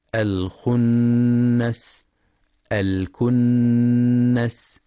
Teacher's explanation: وينتبه لغنة النون المشددة في كلمتي الخنس الكنس، فهي أكمل ما تكون، وينتبه لهمس السين الساكنة ورخاوتها خاصة عند الوقف عليها في كلمات الخنس الكنس عسعس تنفس.